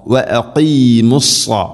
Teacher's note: സ്വാദ് ഉച്ചരിക്കുന്ന സമയത്ത് നാവിൻ്റെ മധ്യഭാഗം അണ്ണാക്കിലേക്ക് ഉയർന്നു നിൽക്കണം, ഹെവി ആയിട്ട് ഉച്ചരിക്കണം. സ്വരഭാരത്തിൽ ഉച്ചരിക്കേണ്ട അക്ഷരമാണ് സ്വാദ്.